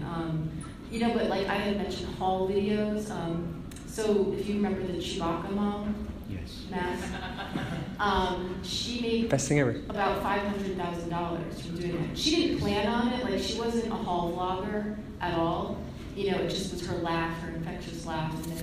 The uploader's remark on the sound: Comic Con Panel